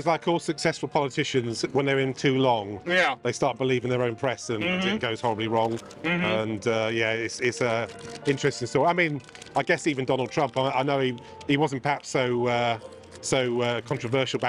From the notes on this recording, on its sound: Outside the world's biggest department store, Maceys on Herald Square in Manhattan, New York City.